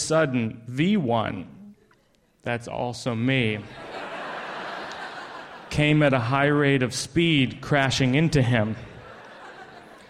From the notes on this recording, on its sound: A live episode of the radio program, including stories told on stage